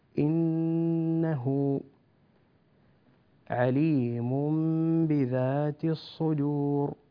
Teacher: إنه نون مشددة ومقدار الغنة فيها حركتان